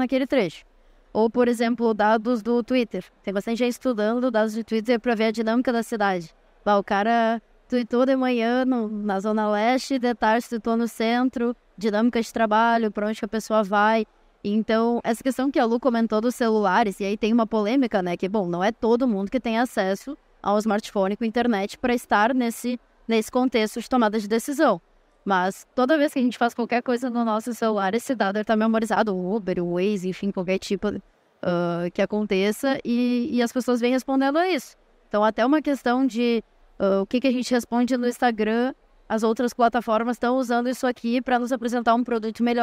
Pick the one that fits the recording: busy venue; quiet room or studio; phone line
busy venue